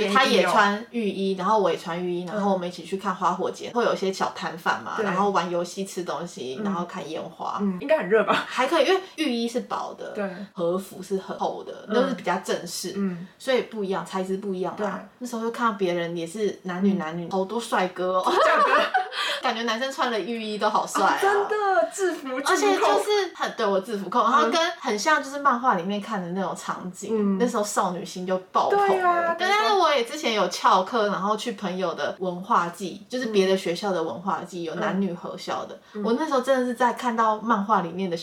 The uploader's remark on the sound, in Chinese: 錄音中被污泥貓一掌按到消音，只能使用相機檔，音質不佳請見諒!